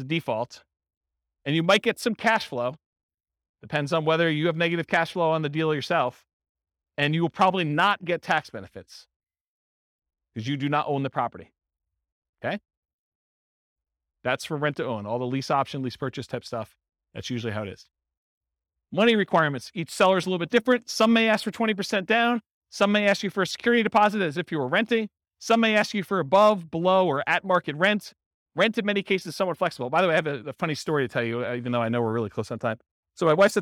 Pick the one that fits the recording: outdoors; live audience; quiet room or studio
live audience